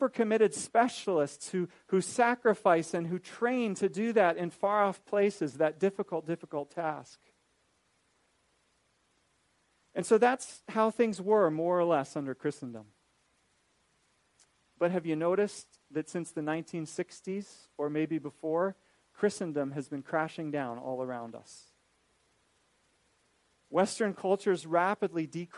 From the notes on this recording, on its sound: This is a recording of a lecture